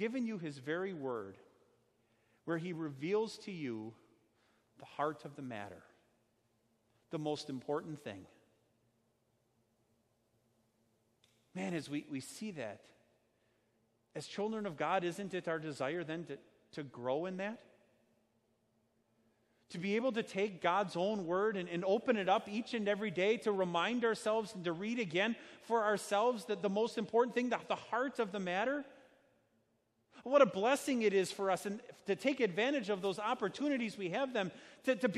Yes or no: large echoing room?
yes